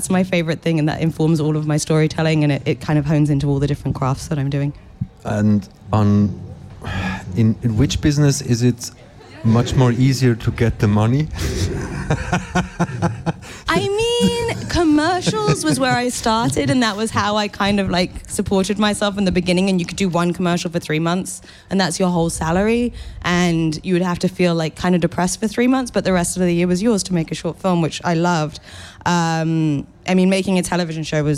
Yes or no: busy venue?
yes